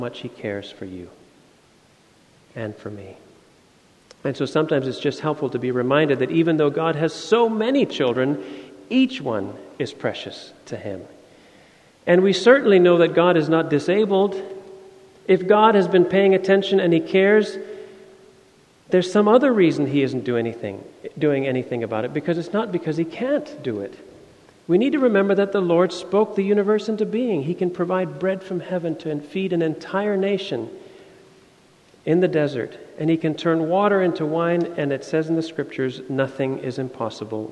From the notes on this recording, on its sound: Sermon audio from FIBC Copenhagen, Sunday, October 23, 2016.